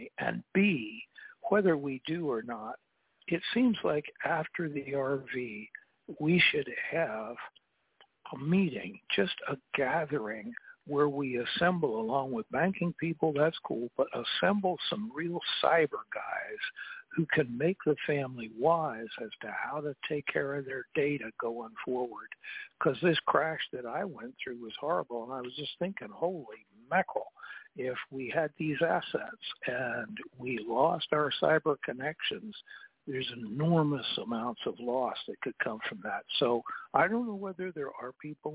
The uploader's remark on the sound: TNTSuperfantastic Conference Call